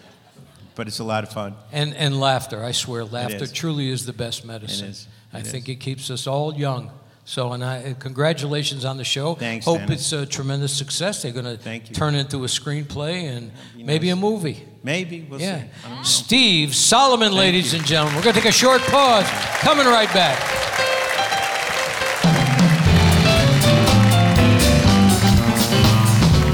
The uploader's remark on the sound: Live at the SouthPoint Casino